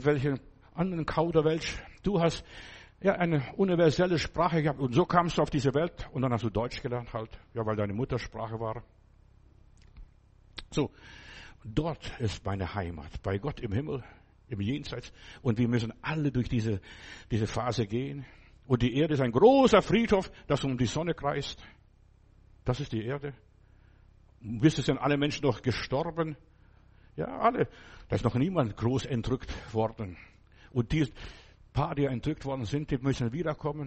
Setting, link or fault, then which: setting, large echoing room